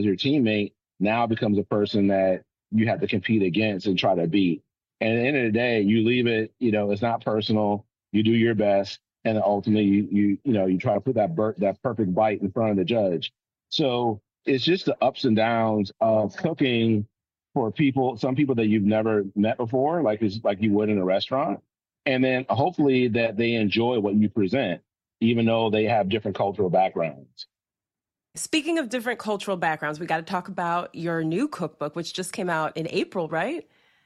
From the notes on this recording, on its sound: Via Zoom at—where else?—Jacksonville International Airport. While he awaited his flight to Miami.